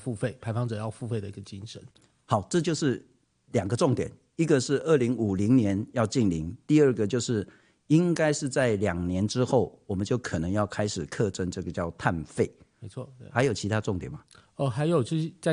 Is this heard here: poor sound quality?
no